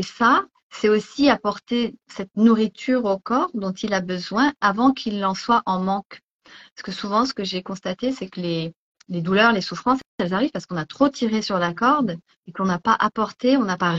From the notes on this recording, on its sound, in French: il s'agit d'une rediffusion d'un live Instagram